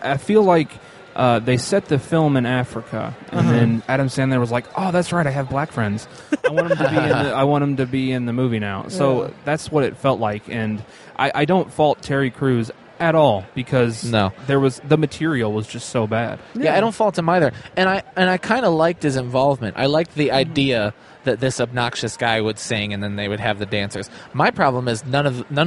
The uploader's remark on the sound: Live at Indy PopCon 2014. Recorded live from our booth at Indy PopCon!